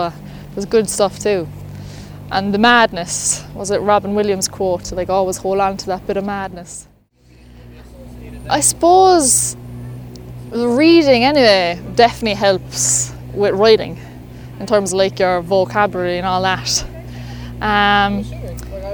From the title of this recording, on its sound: Walk & Talk